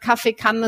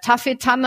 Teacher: Und wir sagen vorgelagert, weil K, wenn ihr das mal selber macht, das K ist ja hinten im Mund oder da im Rachen, da geht die Zunge hinten hoch und das T, dafür brauchen wir die Zungenspitze, das ist vorne